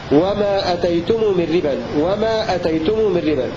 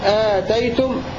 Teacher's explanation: بعد ذلك قال وقصر أتيتم من ربا وأتيتم هنا دار وجها ليس إلا مبجلة، أي قرأ ابن كثير بقصر الهمزة في لفظ وما أتيتم من ربا في سورة الروم، وهنا إذا سلمتم ما أتيتم بالمعروف بالقصر بمعنى جئتم وفعلتم.